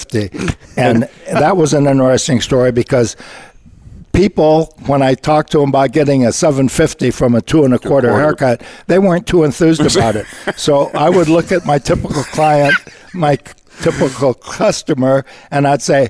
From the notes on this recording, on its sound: Live Broadcast at the The IPBC IGNITE Conference.